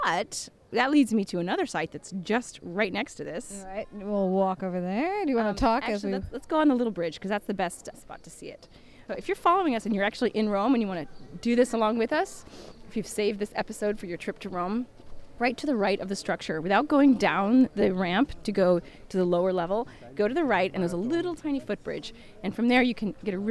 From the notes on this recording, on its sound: This week, we hit the streets of Rome with our recording equipment to search for ancient artifacts or “ spoglie ” hidden in plain sight.